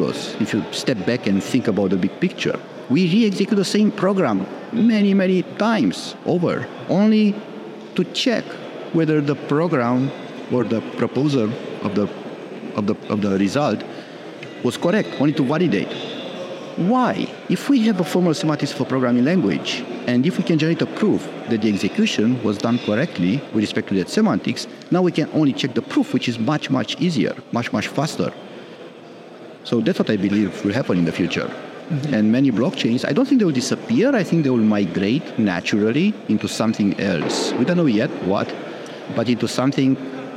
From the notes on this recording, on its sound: This week's podcast features a number of interviews we conducted in Romania, during the xDay conference hosted by MultiversX.